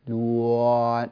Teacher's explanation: لاحظ الواو أولها مضموم وآخرها ألف، لوان، هذا الصوت غير صحيح